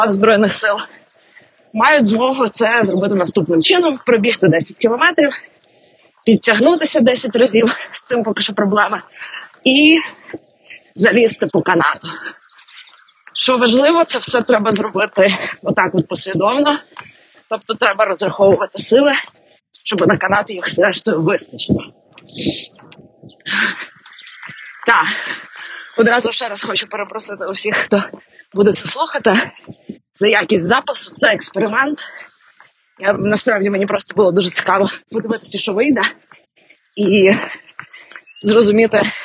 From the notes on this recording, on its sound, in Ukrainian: Цей епізод трохи експериментальний, бо записувався буквально «на бігу».